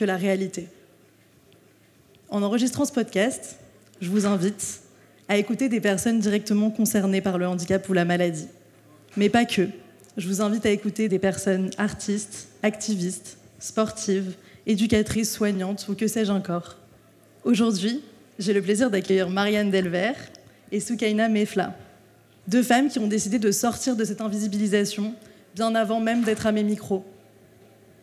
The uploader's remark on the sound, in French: À l'occasion de la 2e édition des Nuits aux Magasins.